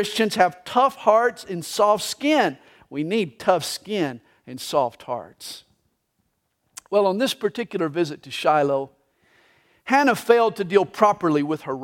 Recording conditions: large echoing room